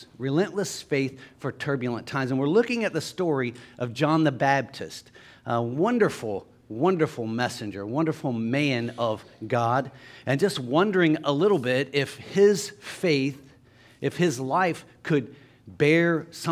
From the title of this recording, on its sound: LIVE Services at Sunshine